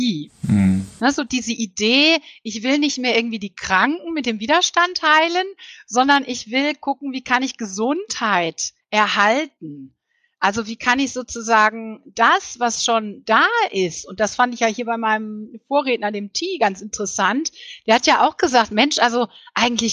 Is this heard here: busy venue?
no